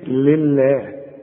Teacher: واللام مرققة دائما، ها، وتكون اكثر رقة اذا كانت مكسورة